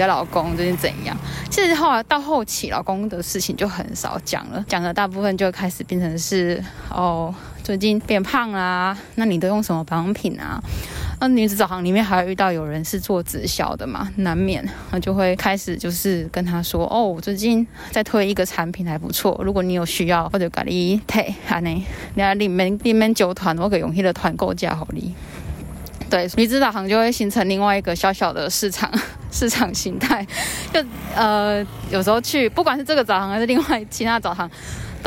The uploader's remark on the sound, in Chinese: 漁船與移工．聲音地景。戴口罩巡港邊走邊錄音，。呼吸聲請多擔待。